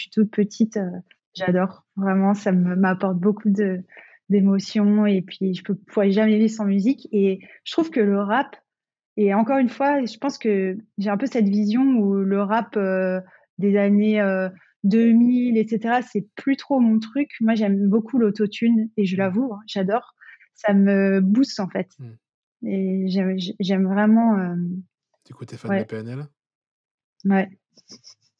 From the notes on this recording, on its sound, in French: Donc j’ai fait de mon mieux pour corriger les petits problèmes de son. Je ne suis pas encore tout à fait à interviewer en visio.